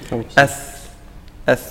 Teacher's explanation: الثاء لما نجي ننطق يكون طرف اللسان مع الثنايا العليا